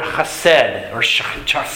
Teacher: The word that is used here is the Hebrew word chesed, or chesed. It's a guttural in the back that we don't use in English.